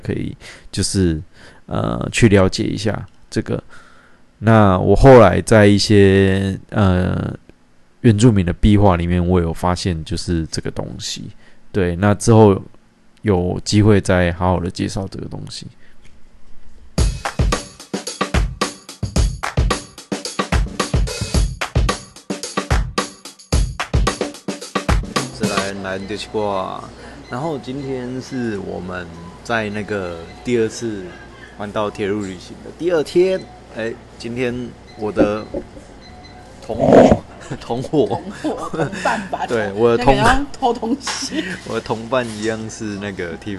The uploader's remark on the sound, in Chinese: 鐵路環島從金崙到香蘭。由於會是在旅程途中錄製。錄音品質上麻煩大家多多包涵。